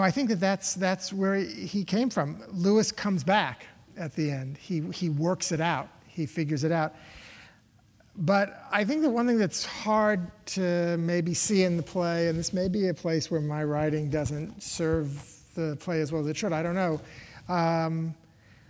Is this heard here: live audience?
yes